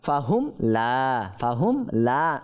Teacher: সময় গুণনা করব না, তাহলে কি হবে, ফাহুম লা, ফাহুম লা, গুণনা ছাড়াই সরাসরি পরবর্তী বর্ণের মধ্যে চলে যাব · Term: ইজহারে সাফাবি